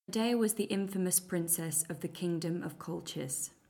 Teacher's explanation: She has lived some time in London, but what you'll mostly hear is an RP frame. A little bit of T touching at the end of words rather than full articulation, and the sound can be a little bit flat with just the odd upward intonation pattern.